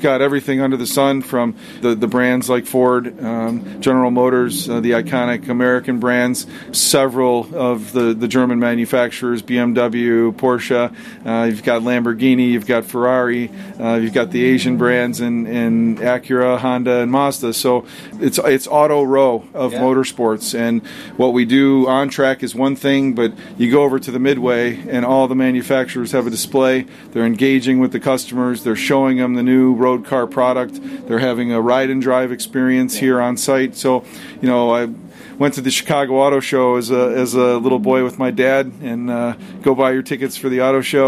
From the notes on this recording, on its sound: live from Daytona during Rolex 24 weekend